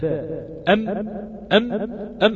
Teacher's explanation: الصوت ما يلحقش يخرج من الشفتين في حرف الميم، فلذلك بينحصر خلف الشفتين فيرجع ويخرج من الخيشوم · الميم تخرج بانطباق الشفتين ويصاحبها غنة من الخيشوم، والباء كذلك تخرج بانطباق الشفتين على بعضهما، الا انه لا يصاحبها صوت، لا يصاحبها صوت.